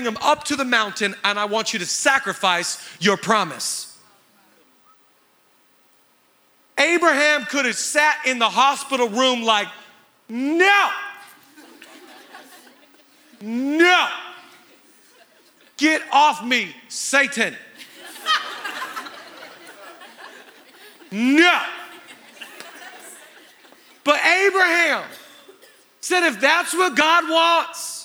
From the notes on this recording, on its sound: Live from the Avalon Theater in Los Angele California.